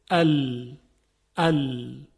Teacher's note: قسمتی از سر زبان و کناره زبان به لثه دندانهای بالا از سمت جلو برخورد میکنه و لام تلفظ میشه · Term: حرف لام